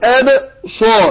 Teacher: الصاد حرف مفخم أو بنقول عليه مستعلي يعني حرف قول أبصار مع كله حرف صفير فأقول إيه أبصارها